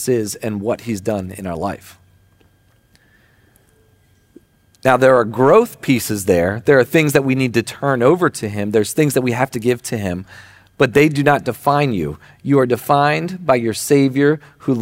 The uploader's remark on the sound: Recording of Sunday gathering on September 3rd, 2023.